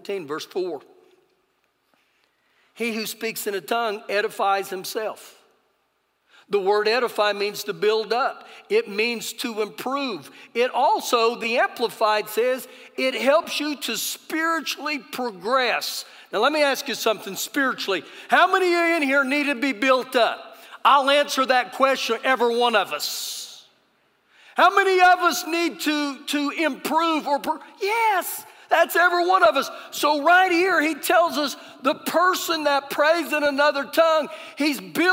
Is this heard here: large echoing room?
yes